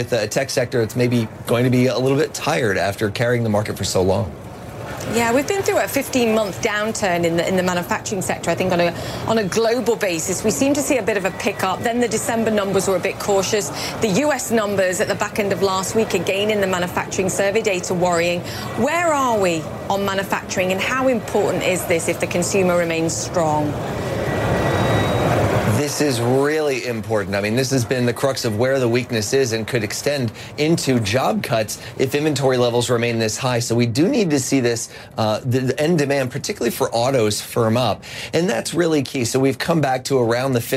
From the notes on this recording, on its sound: live from the New York Stock Exchange